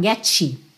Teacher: Se for carioca, então, como eu, fala geti, né? Porque no Rio a gente tem muito esse tch-tch pro T